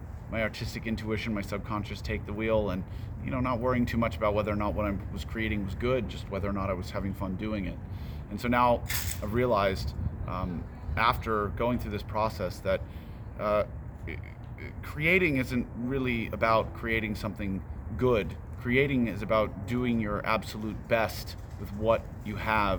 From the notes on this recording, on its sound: The interview took place on October 29th, 2022, on the front patio of VIVO Live Events in Overland Park, which is next to a huge parking lot, so there is a lot of traffic noise.